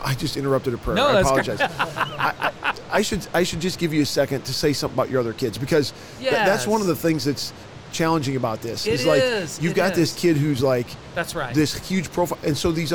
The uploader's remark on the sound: LIVE from NRB 2022!